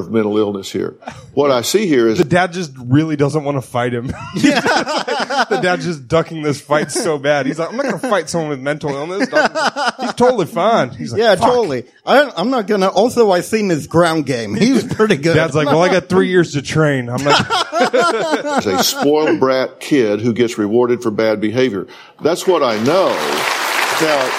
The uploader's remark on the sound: The guys are in front of a live audience